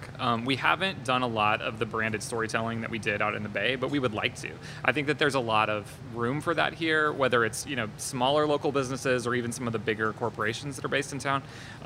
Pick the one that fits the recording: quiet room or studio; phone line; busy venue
busy venue